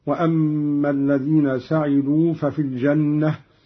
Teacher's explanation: قرأ قالون بفتح السين بالبناء للمعلوم